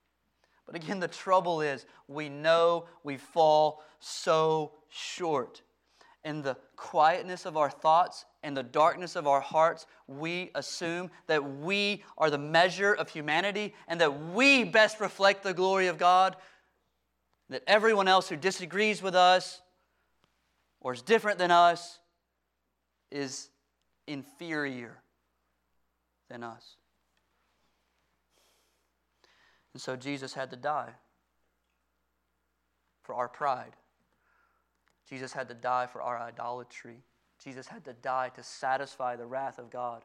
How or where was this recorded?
large echoing room